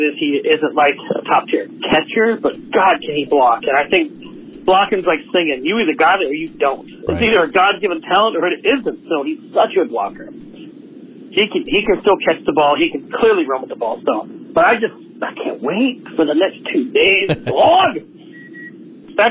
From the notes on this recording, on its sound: opens the lines for fans to call